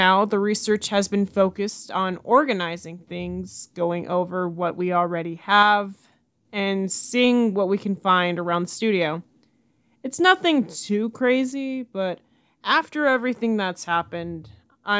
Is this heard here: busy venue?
no